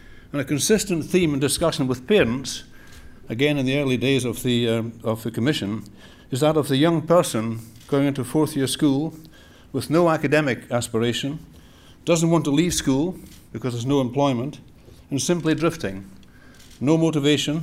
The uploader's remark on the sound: National Economic Forum, 19 June 2013 - Part 1 (09:00-10:00am). Followed by a Q&A session.